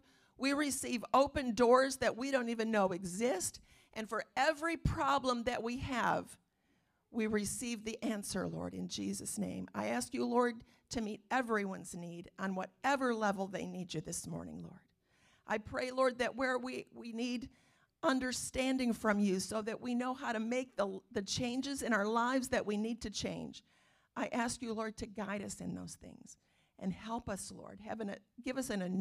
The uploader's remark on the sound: Calvary Assembly of God live Stream